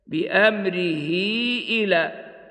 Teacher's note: فإذا وقع بعدها همز في كلمة أخرى عُملت معاملة المد المنفصل الجائز قصره وتوسطه عند حفص، وتمد لحفص بمقدار حركتين